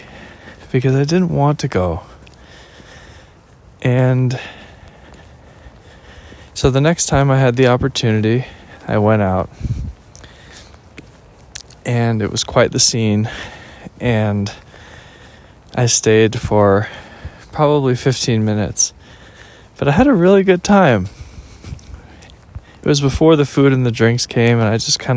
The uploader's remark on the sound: listen to me walk and talk